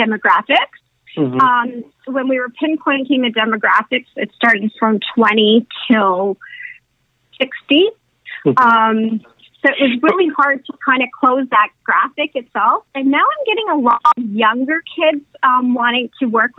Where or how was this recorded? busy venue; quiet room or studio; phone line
phone line